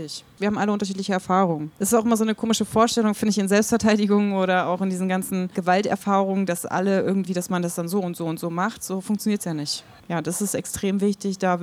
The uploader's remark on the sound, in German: Live aus der Pepsi Boston Bar im SchwuZ